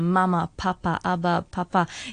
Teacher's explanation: bilabial, that's the two lips coming together, so mb, they're bilabial sounds, why these ones occur first.